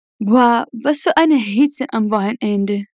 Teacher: existe uma breve pausa dentro da palavra Wochenende, na divisão entre a palavra Wochen e a palavra Ende, como um soquinho